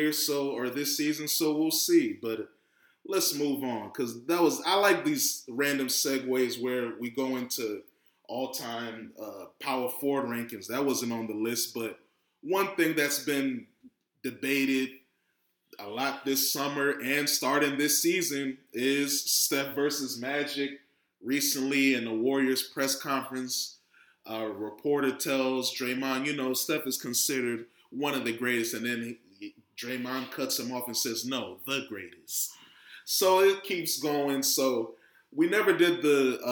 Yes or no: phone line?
no